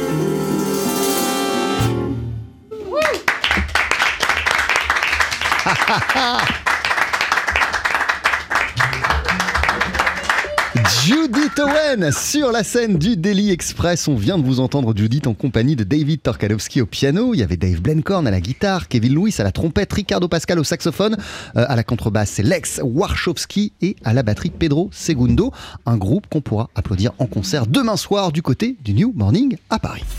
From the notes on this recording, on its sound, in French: Les voici d’ores et déjà tous sur la scène du Deli Express